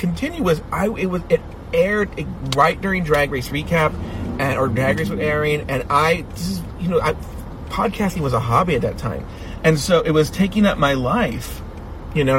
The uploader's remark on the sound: Talking in the car as they drive to a studio to record some podcasts.